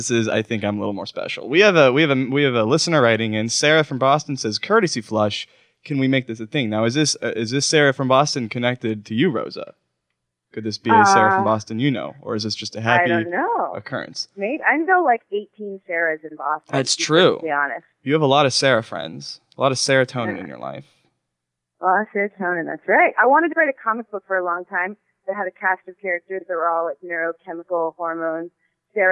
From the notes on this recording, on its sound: call-in episode!